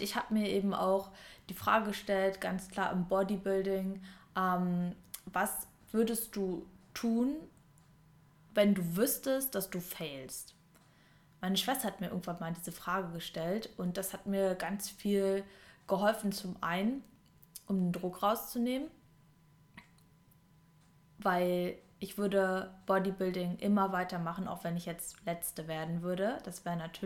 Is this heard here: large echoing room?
no